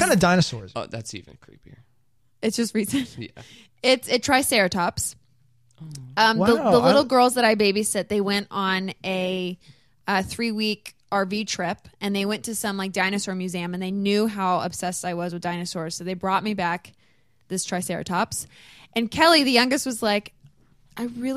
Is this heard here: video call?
no